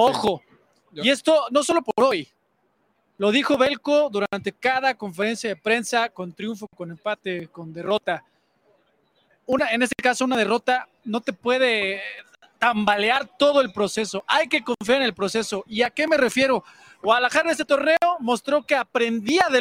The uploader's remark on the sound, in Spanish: en vivo, desde el Estadio Jalisco